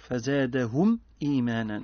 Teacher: زادهم فزادهم زاد ما الطبيعي يمد بمقدار ألف. هم ميم ساكنة بعدها همزة حكمها الإظهار